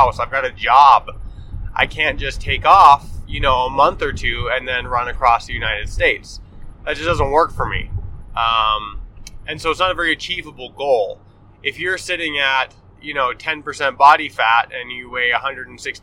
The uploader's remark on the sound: Pardon the poorer than usual audio quality as this is recorded on the fly while driving to northern Utah for a family event!